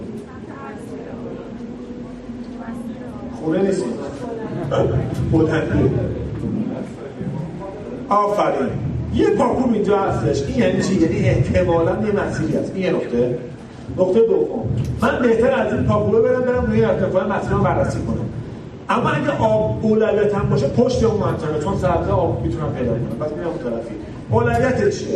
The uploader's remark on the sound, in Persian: پادکست کارگاه بقا در طبیعت سومین جشنواره بینالمللی کامکس. رادیو آهنگ سفر در طول این نمایشگاه حضور فعالی داشت و در طی این نمایشگاه پادکستهایی را ضبط کرد.